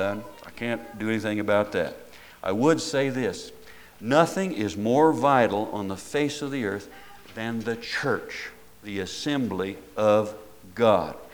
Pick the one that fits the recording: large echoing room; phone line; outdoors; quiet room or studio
large echoing room